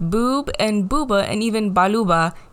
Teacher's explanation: use the b consonant, which is a bilabial voice consonant. And a little side note about that, bilabial means two lips, and when you pronounce b, it's using both your lips.